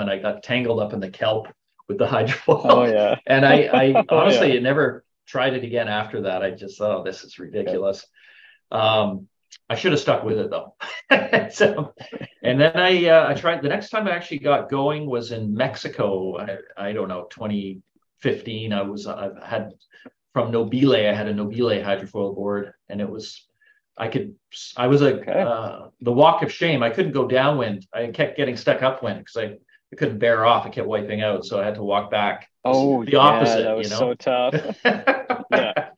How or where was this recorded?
video call